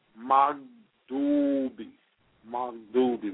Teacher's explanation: when you say Maghdubi, it's almost like you're cutting your breath off when you rest on that gain with sukun